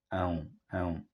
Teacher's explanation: Potem następuje samogłoska, która też nie jest zwykłą samogłoską, tylko samogłoską nosową. To znaczy nie wymawia się jej tak bardzo przez usta, jak typowe samogłoski, takie jak E czy A, tylko część powietrza idzie nosem.